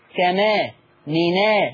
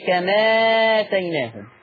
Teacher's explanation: النقل بنشيل الهمزة خالص ما بيبقاش وجود. الحركة اللي على الهمزة هي اللي بتتحط على الساكن. الهمزة ما بتبقاش موجودة. · Shown in: second take